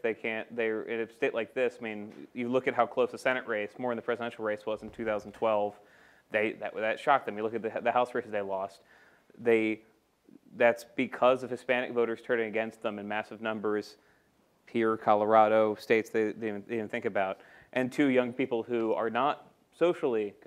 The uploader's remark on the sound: At a panel co-presented by Arizona State University.